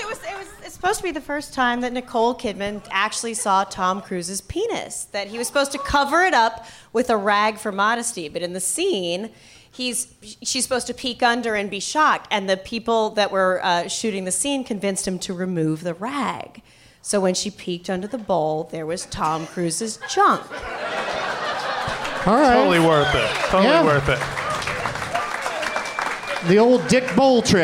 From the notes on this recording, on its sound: Live from the Helium Comedy Club in Portland, OR